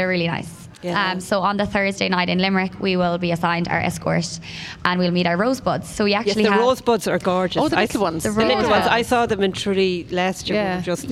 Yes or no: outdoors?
yes